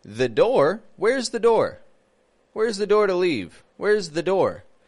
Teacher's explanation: Then it would be the with a schwa because door starts with a consonant.